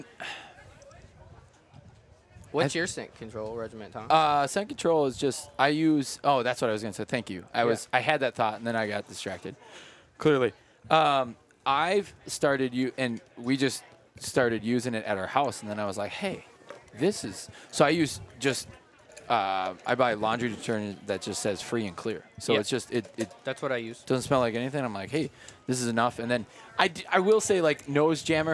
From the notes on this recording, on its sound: at The Nomadic Outdoorsman booth